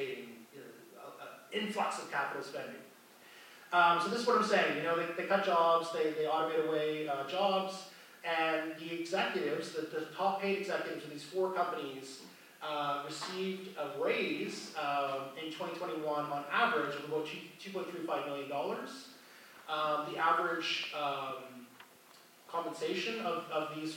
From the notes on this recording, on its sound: Recording from the Parkland Institute's Fall 2022 Conference. At the University of Alberta.